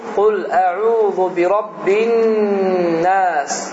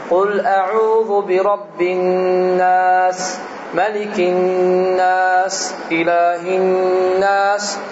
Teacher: Nun hərfi şəddəli olduqda iki hərfi hərəkə uzadır. Hətta bəzi qiraətçilər, alimlər deyirlər ki, iki hərəkətdən çox uzadan insan cahildir.